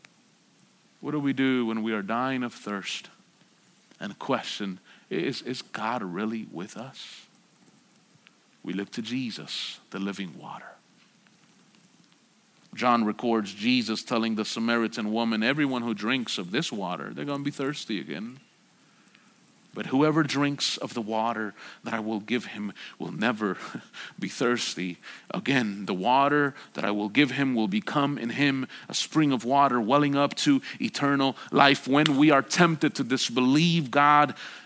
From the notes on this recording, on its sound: At Sojourn Galleria Church on Sunday, August 25, 2019.